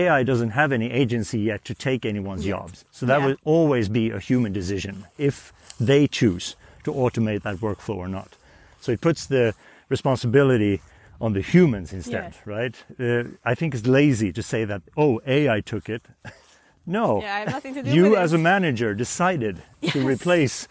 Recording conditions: outdoors